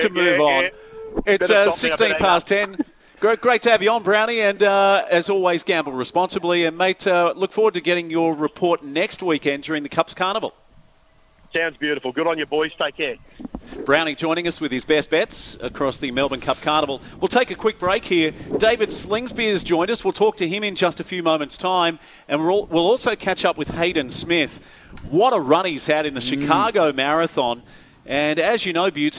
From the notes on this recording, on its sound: live from Gosford sailing club